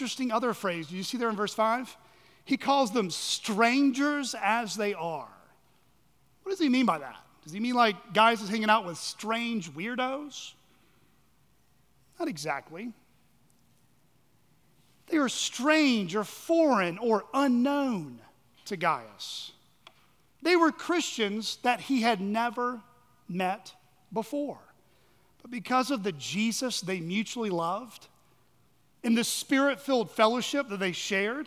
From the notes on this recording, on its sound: At Chaffee Crossing Baptist Church in Barling, AR.